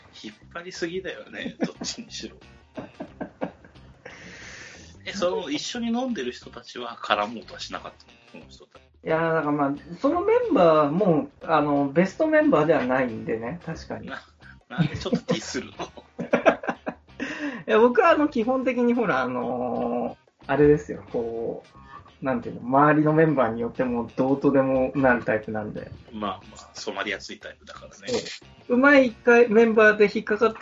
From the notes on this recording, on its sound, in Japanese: 最近自宅のネット環境が思わしくなく、今回少し音質悪めです。お聞き苦しいところもあると思いますが、ご容赦くださいませ。